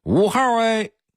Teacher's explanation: 不管多少号，他们说出来都带儿化韵，而且呢拖着长长的尾音